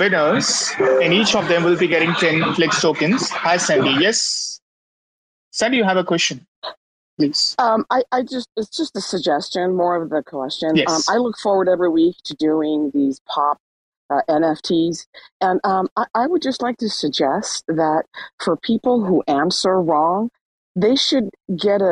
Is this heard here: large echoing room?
no